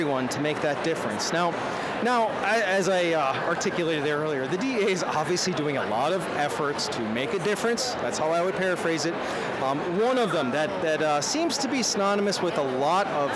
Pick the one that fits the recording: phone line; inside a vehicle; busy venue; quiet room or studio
busy venue